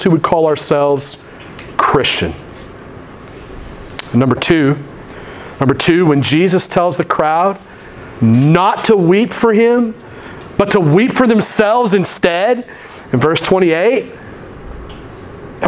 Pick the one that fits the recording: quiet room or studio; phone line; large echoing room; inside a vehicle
large echoing room